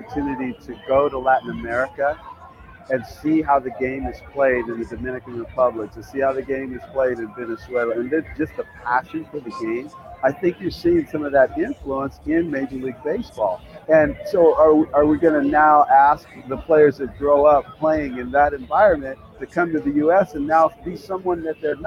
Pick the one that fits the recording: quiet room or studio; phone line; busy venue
busy venue